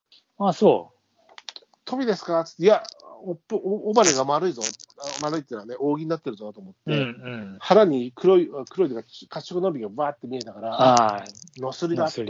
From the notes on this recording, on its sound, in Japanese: ノイズが多くお聞き苦しい事お詫びします